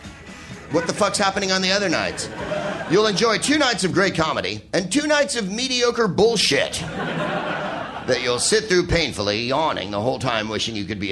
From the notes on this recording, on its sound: Live from the Soho Theatre in London